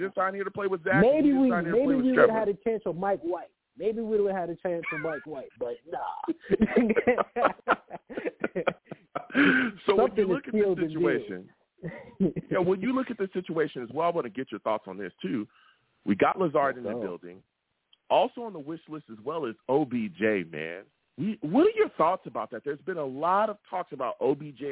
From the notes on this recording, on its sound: I take live callers!